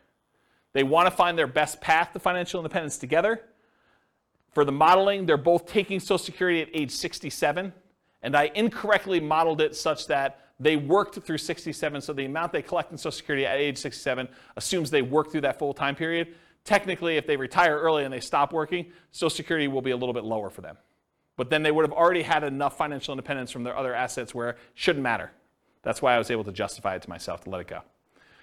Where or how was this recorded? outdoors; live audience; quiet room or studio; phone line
live audience